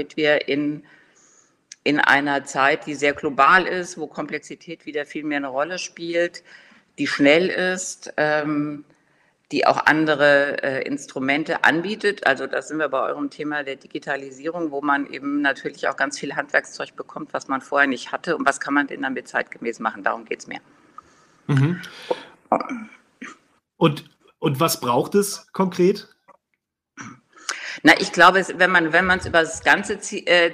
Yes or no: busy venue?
no